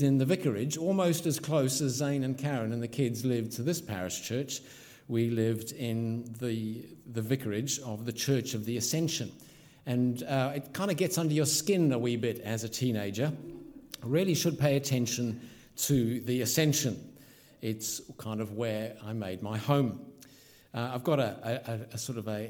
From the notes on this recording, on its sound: This sermon was originally preached at Holy Trinity Richmond on May 29th 2022.